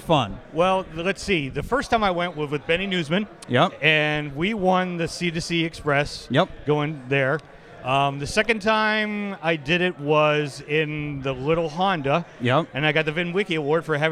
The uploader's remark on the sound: live from the Portofino, at the finish of a Cannonball!